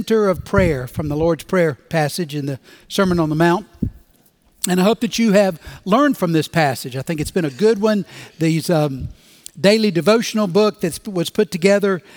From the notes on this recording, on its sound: Recorded Live at Brookwood Church on 11.19.2023